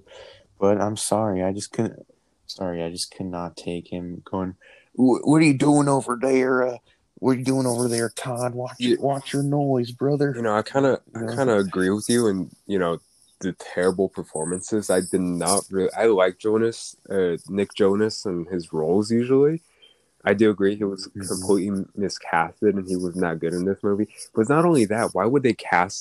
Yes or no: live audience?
no